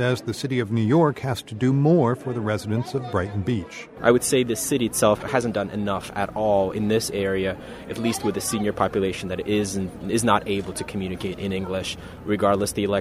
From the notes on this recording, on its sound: talks with a poll watcher and an election coordinator at the Shorefront Jewish Community Center in Brighton Beach.